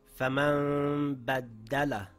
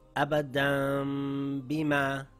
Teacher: I changed the noon sound to a meem sound, coming through the nasal passage with my lips slightly open, holding it for two counts, ready to pronounce the next letter.